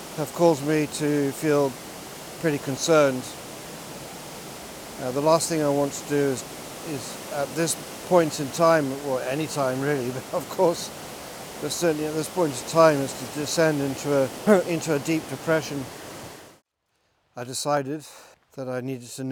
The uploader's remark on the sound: Reworded live when walking the dog early one morning around the beautiful Aros Park.